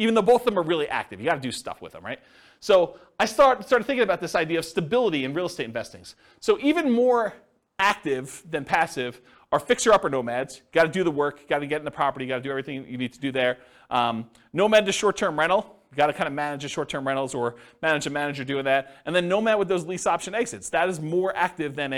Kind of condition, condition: setting, live audience